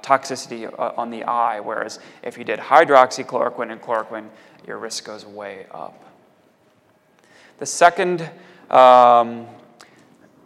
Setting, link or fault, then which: setting, large echoing room